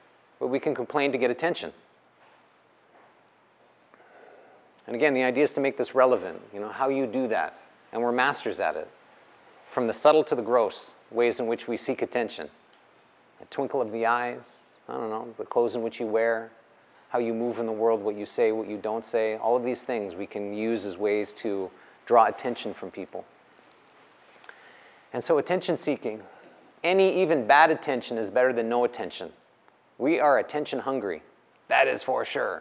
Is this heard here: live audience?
yes